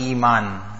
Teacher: As we said, the Ayn was from the middle of the throat with emphasis. Hamza is free flowing, it's from the bottom of the throat and there's no effort to be made in the pronunciation of the Hamza.